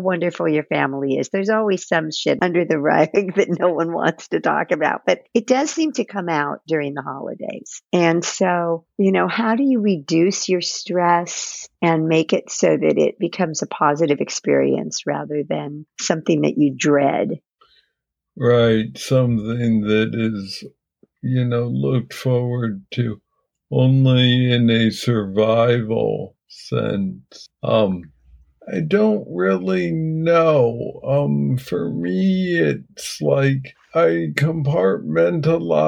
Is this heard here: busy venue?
no